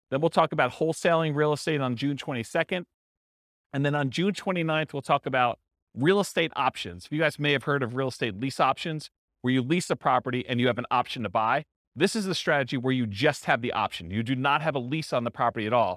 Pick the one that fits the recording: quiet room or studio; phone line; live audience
live audience